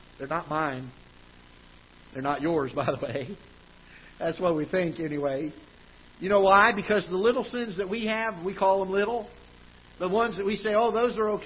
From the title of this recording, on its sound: Ketha Heights Baptist Church ~ Live Broadcast